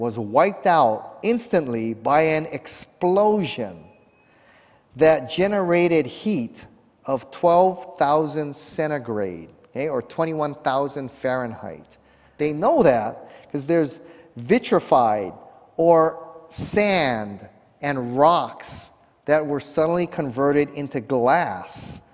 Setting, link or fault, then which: setting, large echoing room